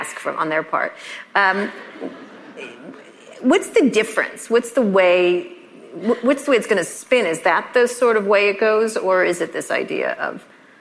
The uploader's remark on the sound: This interview was recorded in front of a live audience at the National Retail Federation's annual conference, the Big Show, in New York City.